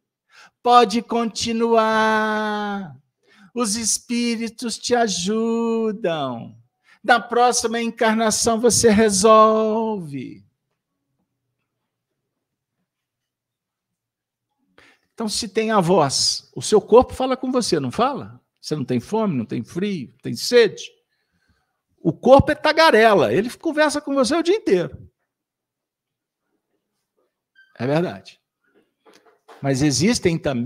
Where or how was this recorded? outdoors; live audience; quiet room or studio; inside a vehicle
live audience